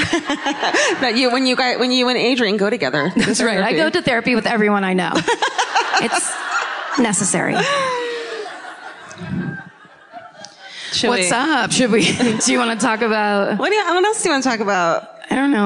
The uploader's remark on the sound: Live at the Boulder Theater. Comes to you live from the Boulder Theater.